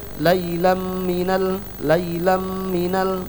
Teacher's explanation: ada idgham bi gunnah, tapi kita tidak terapkan, hanya masuk gitu saja tapi tidak ditahan. Harusnya kan kalau level 1 laylam minal masjidil haram.